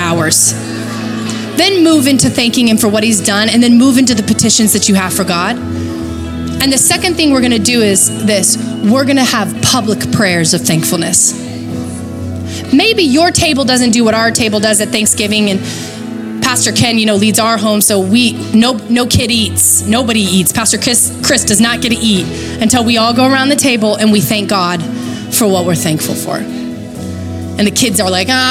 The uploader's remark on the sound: Recorded live at Capital Church in Meridian, Idaho